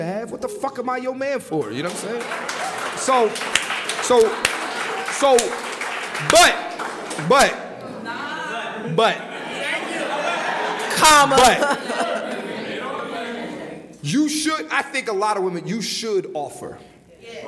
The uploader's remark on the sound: LIVE in Atlanta, Georgia.